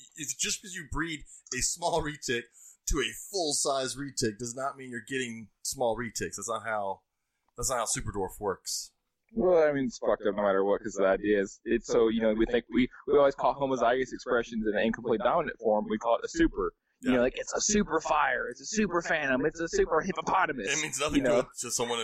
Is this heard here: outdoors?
no